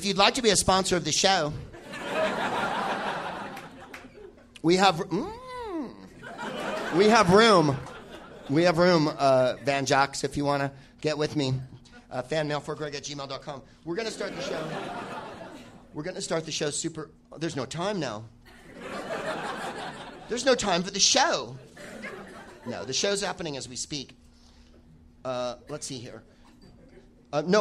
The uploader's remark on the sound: Live from Comedy Works in Denver